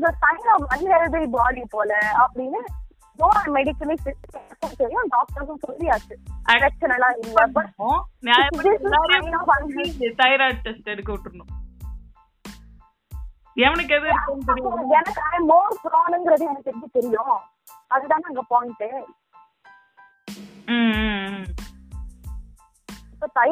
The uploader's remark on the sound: Random phone call